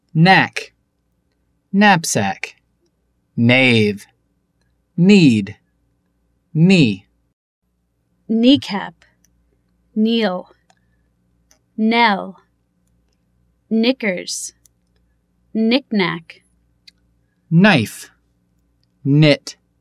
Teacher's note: В начале слова буква «К» перед буквой «Н» не произносится